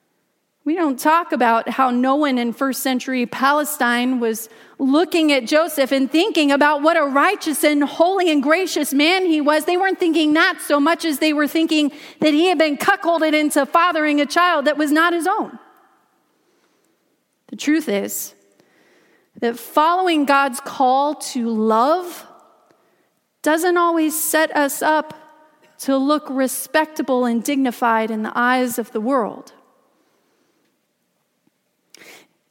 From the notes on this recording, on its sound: Christmas Eve message delivered during the Contemporary Worship service.